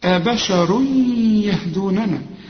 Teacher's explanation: قل لي أباشا، أباشا، وبعدين الراء هي المفخمة، أبشر، أبشر يهدوننا، التنوين اللي بعده ياء، والياء دي من حروف الإدغام هنا في غنة، وبقول لك كأن الياء عليها الشدة، أبشر يهدوننا، يهدوننا كلها مرققة.